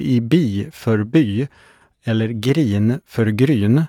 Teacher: Det i Vingåkerstrakten uppträdande i för y